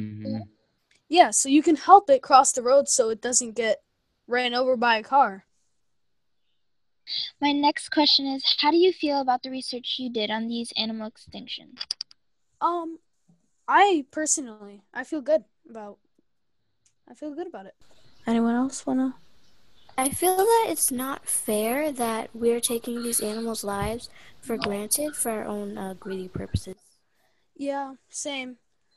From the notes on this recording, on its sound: Students from East Stroudsburg Area School District's Intermediate Schools. Students used Zoom to create this podcast. This was part of the 4-week Summer AcadeME program offered by East Stroudsburg Area School District for students in grades 6-8.